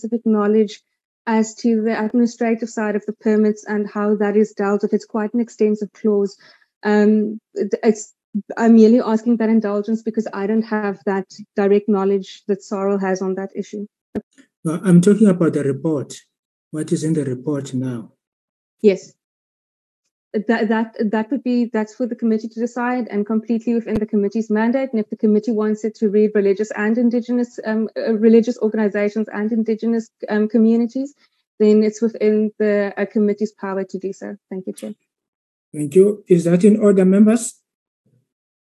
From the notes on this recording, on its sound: Virtual meeting Platform.